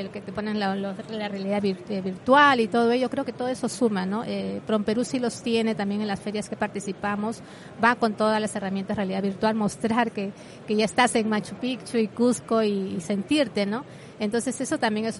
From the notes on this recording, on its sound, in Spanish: Episodio especial grabado desde el espacio FITUR Know Know SEGITTUR en FITUR 2023, cedido por Radio Viajera.